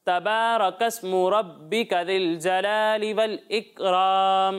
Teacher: اکرام کلکلا نہیں کرنا، ٹھیک ہے، کاف میں کلکلا نہیں ہوتا